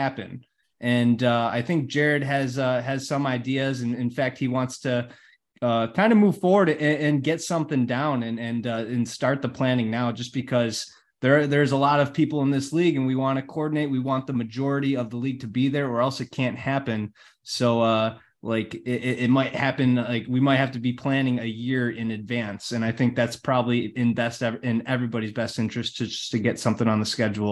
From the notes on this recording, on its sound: All 12 teams are in attendance for the zoom meeting